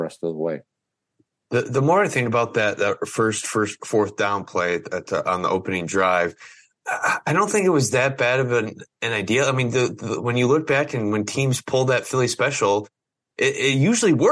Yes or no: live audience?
no